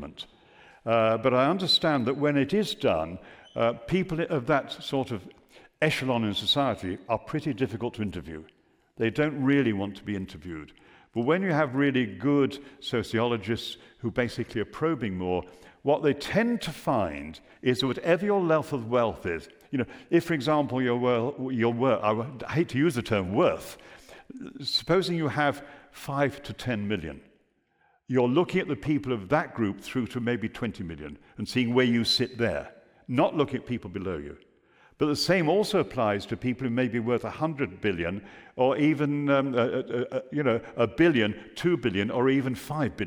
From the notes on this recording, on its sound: Recorded live at the 2023 Bradford Literature Festival.